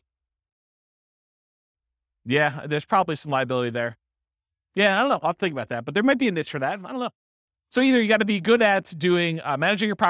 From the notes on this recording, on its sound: This was a live class recorded